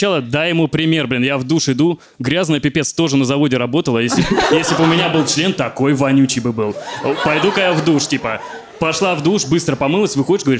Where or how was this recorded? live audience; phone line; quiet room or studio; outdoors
live audience